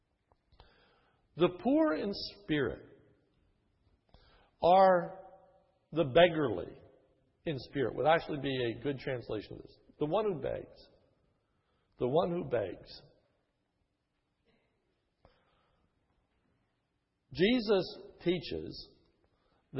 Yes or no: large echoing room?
yes